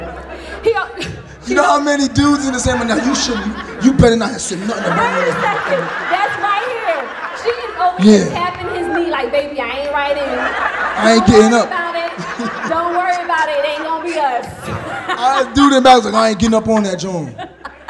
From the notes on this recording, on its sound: Live in Philly! Play more games with audience guests and answer more live listener letters.